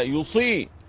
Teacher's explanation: الصاد مكسورة بس مفخمة درجة تفخيم